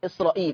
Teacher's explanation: لفظ إسرائيل يستثنى من التوسط والإشباع في البدل · Term: مد البدل